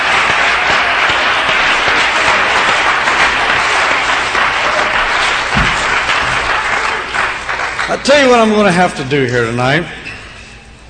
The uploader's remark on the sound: preaches at Life Tabernacle Camp Meeting Baton Rouge, LA